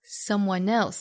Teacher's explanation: 注意 someone 和 else 连在一起读